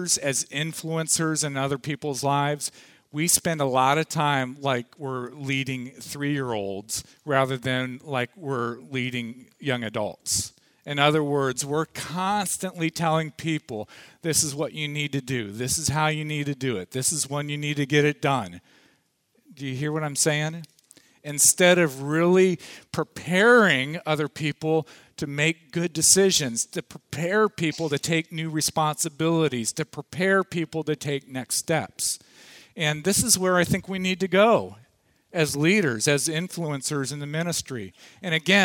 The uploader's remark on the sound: Audio from the afternoon session of the 2014 Lead Well conference held at Parkview Community Church